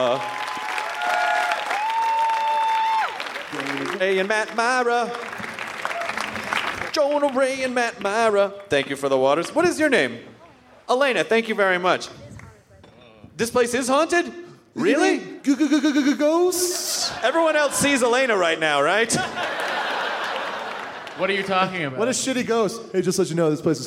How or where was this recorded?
live audience